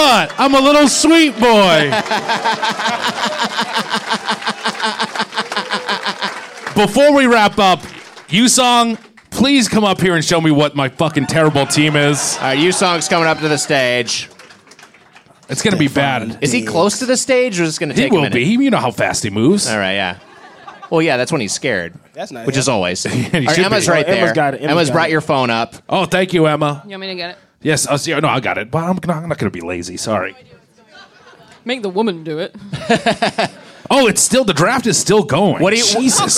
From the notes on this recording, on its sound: Recorded live at the DC Improv.